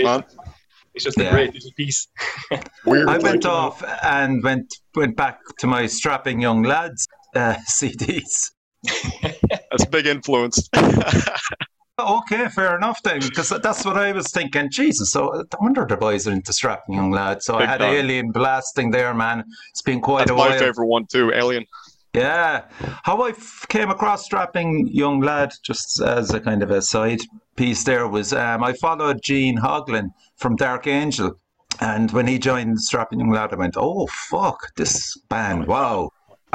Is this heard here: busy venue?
no